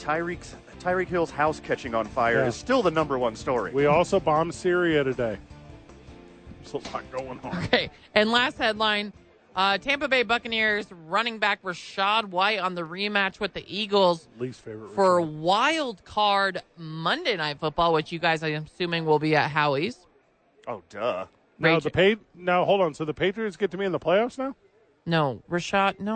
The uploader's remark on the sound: live at Rio Rancho Event Center!